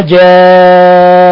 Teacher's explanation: مد متصل، جاءتكم، حرف المد جاء بعده الهمز في نفس الكلمة